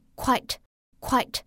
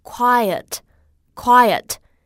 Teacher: 在这个双元音，I，后面有一个短元音，呃，的发音 · Shown in: second take · IPA: [ˈkwaɪət]